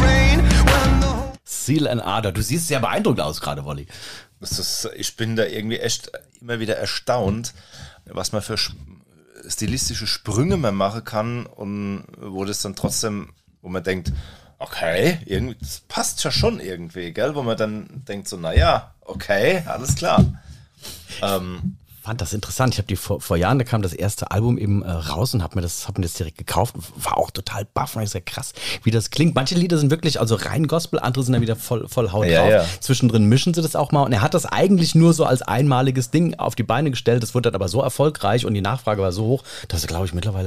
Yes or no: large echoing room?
no